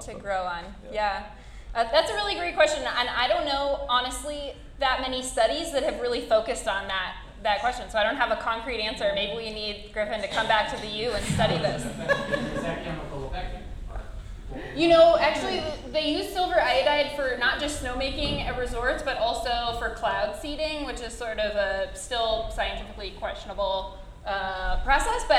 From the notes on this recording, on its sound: Live Recording of the Climate Change Panel Discussion in collaboration with Protect our Winters from the Vamoose Rendezvous Festival at the Kiln Theater.